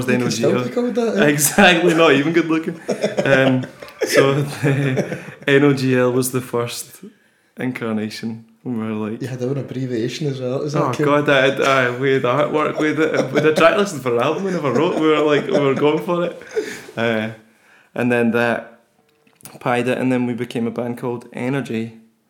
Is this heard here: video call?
no